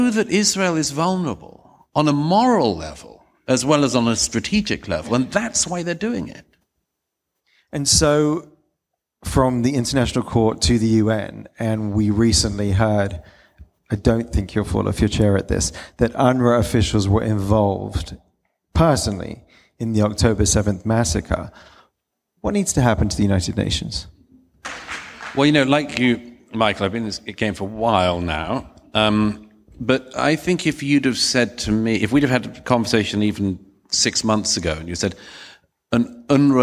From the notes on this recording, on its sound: A special edition of our show filmed before a live audience.